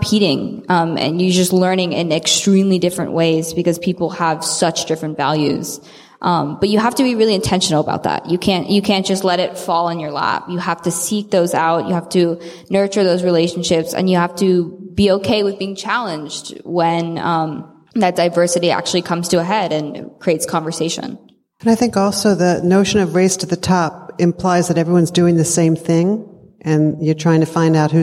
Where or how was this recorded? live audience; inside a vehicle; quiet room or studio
live audience